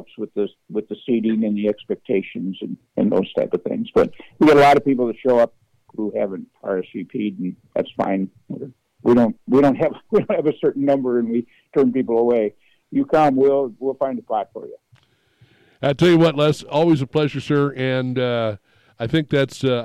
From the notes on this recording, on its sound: called